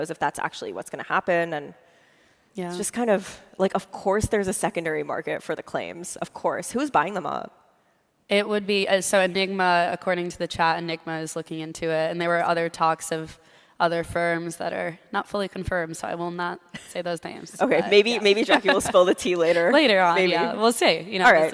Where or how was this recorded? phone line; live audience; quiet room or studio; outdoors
live audience